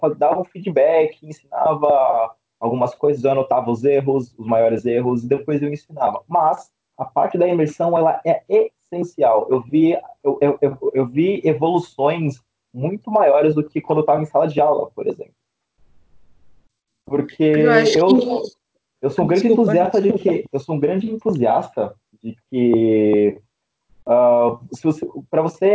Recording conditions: video call